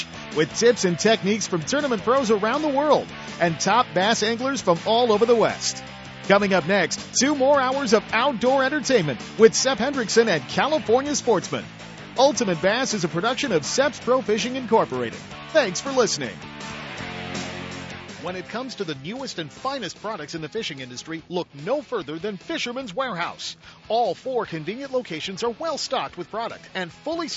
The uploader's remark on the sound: Ultimate Bass Radio - Live - Snag Proof Frog Tourney.